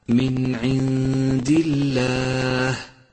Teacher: رققت لام لفظ الجلالة عند قوله تعالى من عند الله، رققت لأنها مسبوقة بحرف مكسور